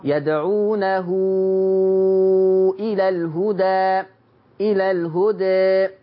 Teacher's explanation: الهدى لما تقفي عليها هيبقى فيها فتح وتقليل عادي